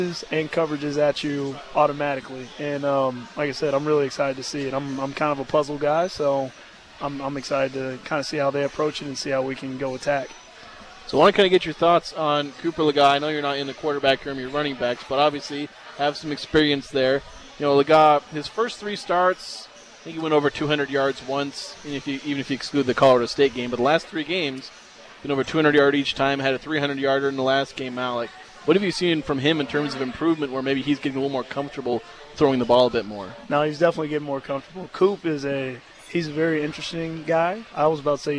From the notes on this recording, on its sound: broadcast live from Beehive Grill.